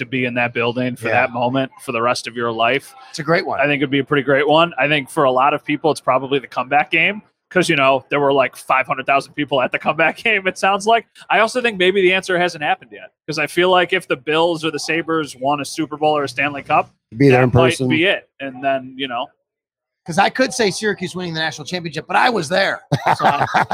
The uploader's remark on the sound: LIVE From Imperial Series. A sit-down conversation taped live from Imperial Pizza in South Buffalo. Thank you again to Imperial Pizza (1035 Abbott) for hosting this live series.